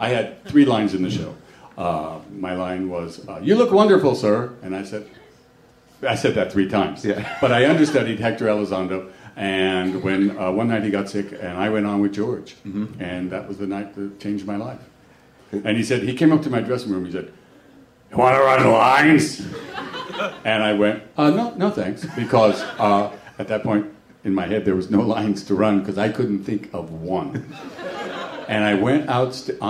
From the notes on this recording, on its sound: a Live WTF taping at SXSW in Austin, Texas